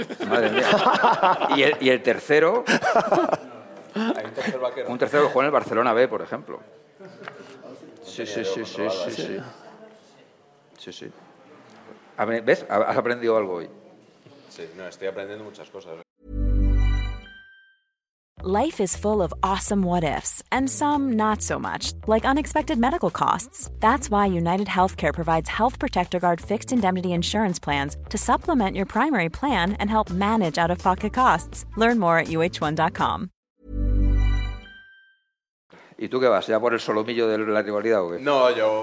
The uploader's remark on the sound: Live from Reale Arena